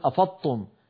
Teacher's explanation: الضاد لا وتكون بالوصل هكذا فضل افضتم ولا نقول مثلا افضتم في بعض اخواننا يحولون الصوت كله الى طاء مشدده